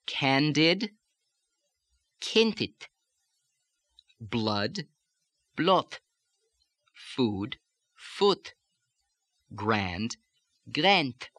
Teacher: the D sound, D, D, in medial and final position, which becomes voiceless again, getting out of the lazy resonance, becomes voiceless, and you get that T, T.